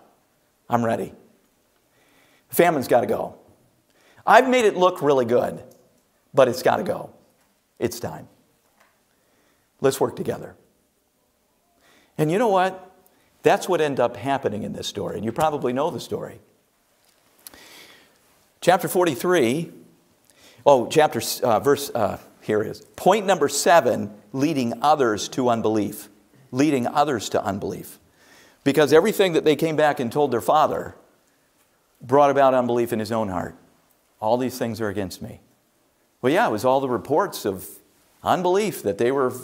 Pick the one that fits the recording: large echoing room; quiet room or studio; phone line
large echoing room